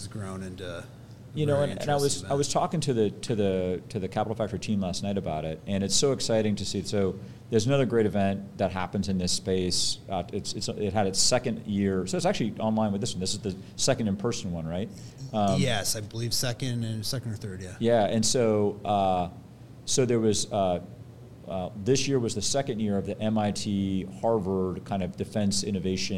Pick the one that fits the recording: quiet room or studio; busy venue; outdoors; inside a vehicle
busy venue